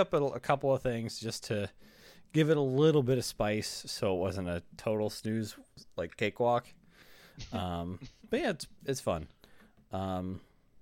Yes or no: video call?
no